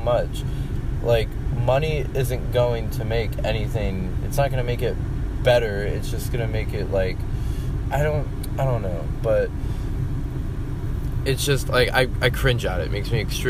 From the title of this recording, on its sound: driving to work thoughts